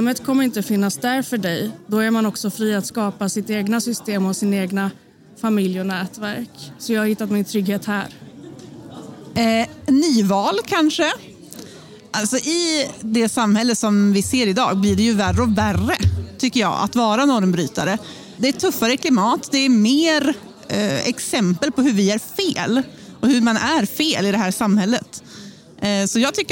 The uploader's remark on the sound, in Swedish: Special från erotikmässan Kink Bash!